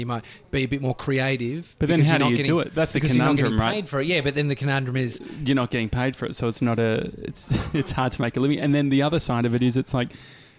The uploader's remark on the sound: Live from a cafe!